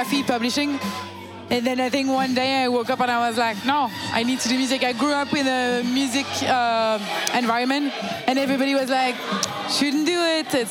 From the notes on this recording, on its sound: Recorded on November 7, 2018 at Kinfolk 90 in Brooklyn, NY. Basslines & Banter is a visual podcast that is recorded live at the party which shares the same name.